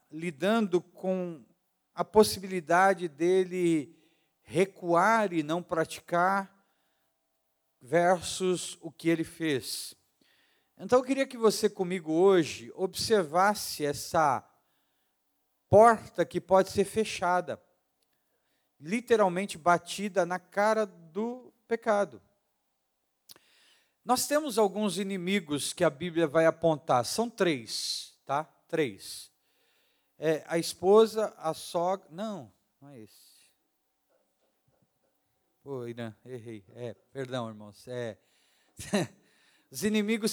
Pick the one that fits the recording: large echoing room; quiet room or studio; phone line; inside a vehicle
large echoing room